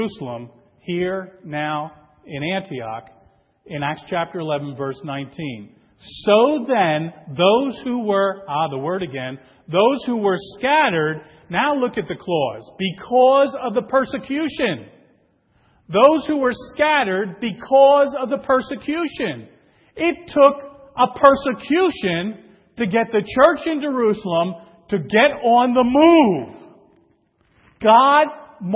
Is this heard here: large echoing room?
yes